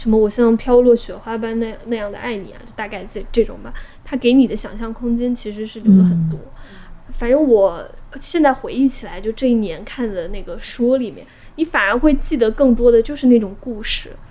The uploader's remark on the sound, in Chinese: 因为录制当时有施工声，后期剪辑做了处理后导致人声没那么清亮。